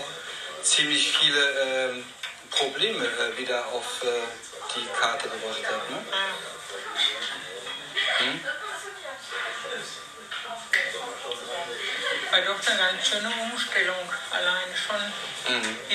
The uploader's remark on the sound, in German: Der LIVE im deinKult Café aufgenommen wurde. DeinKult Café, Karl-Denkhaus-Straße 11-13, 45329 Essen.